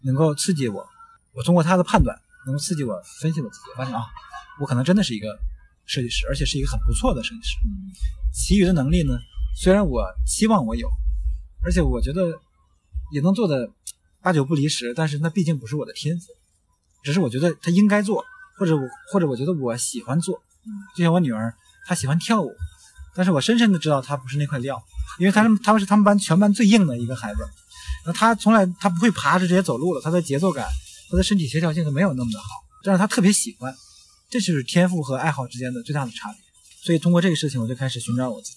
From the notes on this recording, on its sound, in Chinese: 首次室外录制节目，背景略有嘈杂，还请大家包含